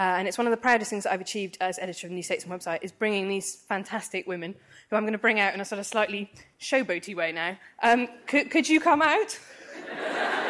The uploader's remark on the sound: Came together at Conway Hall in London. The debate and the audience question session is here in full.